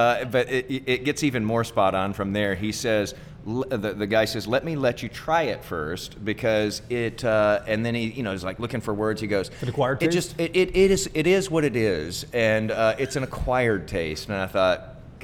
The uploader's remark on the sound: Recorded live at The Texas Ale Project in Dallas.